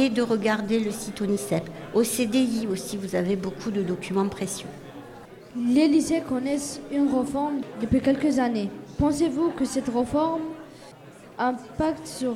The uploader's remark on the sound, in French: Emission réalisée en directe et en public à l'occasion de la célébration des 60 ans de l'académie de Reims.